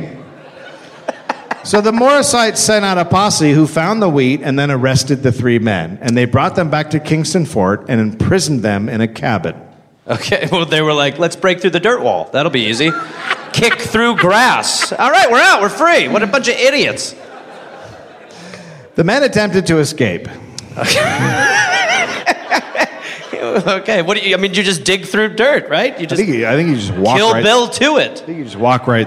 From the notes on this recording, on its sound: Live from Salt Lake City. Live from the Golden Spike Comedy Festival.